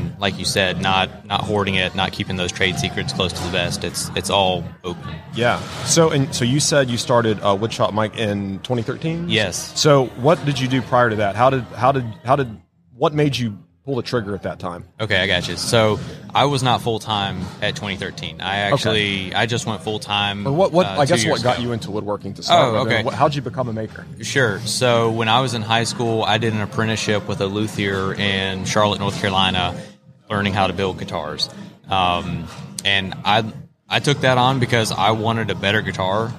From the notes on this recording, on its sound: LIVE from WORKBENCHcon 2022